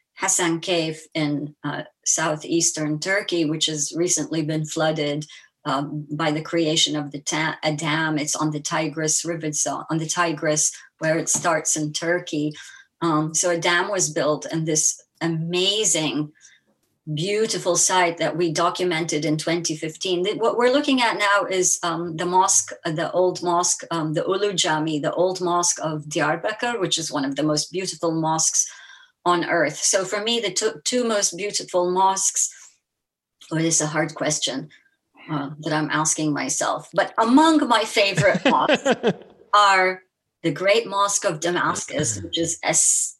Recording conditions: video call